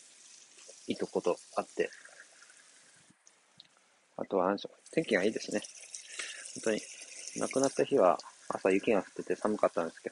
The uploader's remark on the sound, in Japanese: 屋外で話していますので雑音があります